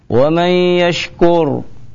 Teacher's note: yashkur, ya, ra'nya dibaca tafkhim